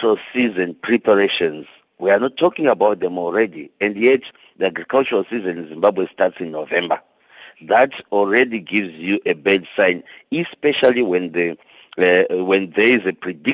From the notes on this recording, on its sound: we are now on the line joined